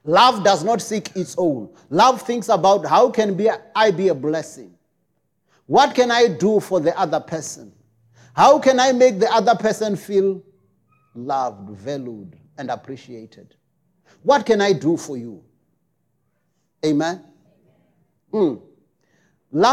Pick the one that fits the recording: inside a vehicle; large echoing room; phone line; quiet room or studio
large echoing room